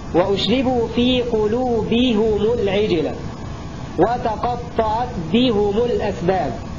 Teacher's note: حمزة والكساء حالة الوصل يضمان الهاء والميم معا